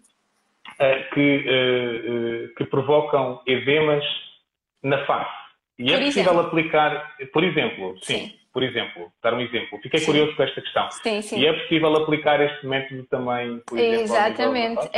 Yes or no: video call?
yes